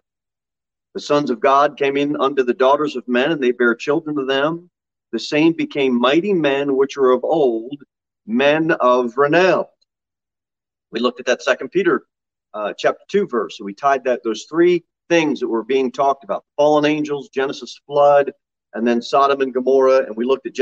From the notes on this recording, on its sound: Sermon delivered at Pilgrim Baptist Church on Thursday, July 28, 2022 at 6:15 pm.